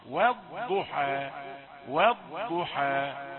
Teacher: هذه الواو رقيقة والضاد مفخمة. والضحى والضحى، هذان الصوتان غير متشابهين، صوت الواو رقيق والضاد مفخمة.